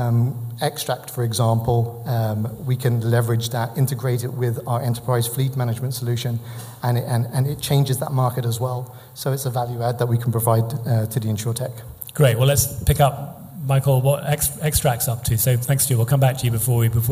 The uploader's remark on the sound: event recorded in front of a packed room